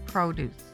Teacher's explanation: Produce is a verb with the accent on the last syllable. Produce is a noun describing a harvest of fruits and vegetables, and the accent is on the first syllable.